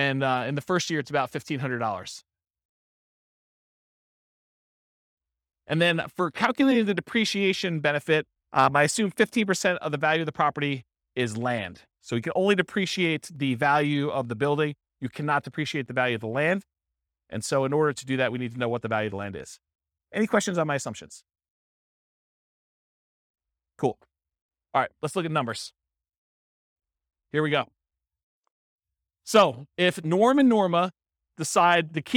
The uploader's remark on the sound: This was a live class recorded